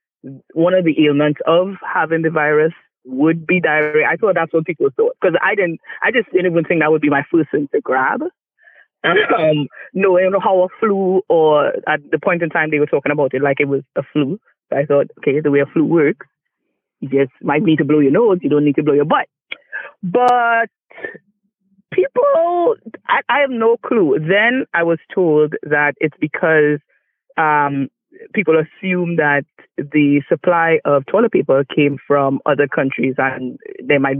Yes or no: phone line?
yes